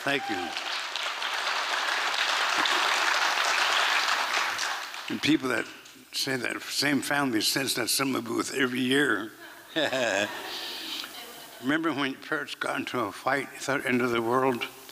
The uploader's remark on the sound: From the 2023 FisherPoets Gathering, a set of performances from the Liberty Theatre. At the Liberty Theatre in Astoria, OR as part of the FisherPoetry Archive Project.